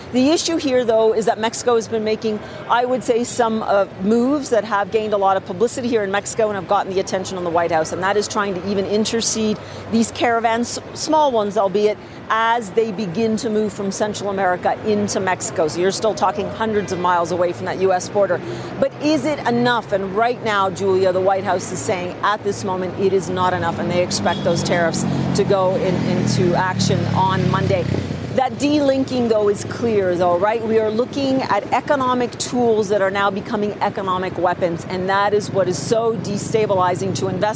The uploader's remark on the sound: live from the New York Stock Exchange